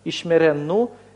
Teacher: Либо суффикс «ху», и «хе» у нас тоже слилось с «нун», «хе» выпало, «нун» осталось, вызвало удвоение. Получится «ишмеренну» – это «он сохранит его».